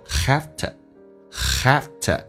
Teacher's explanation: 边有一个弱化现象， have to 跟以前说的就是完全不一样的， V 不发音，发成 F 这个发音， to 说成 t